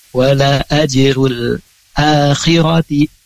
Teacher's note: a-nya panjang, khirati-nya pendek